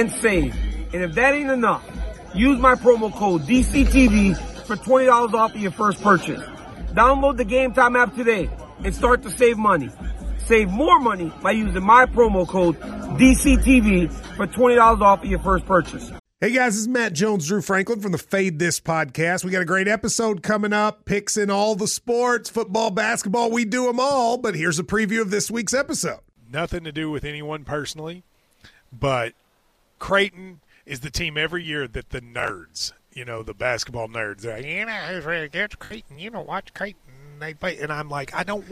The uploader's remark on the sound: LIVE from the octagon in Sydney, Australia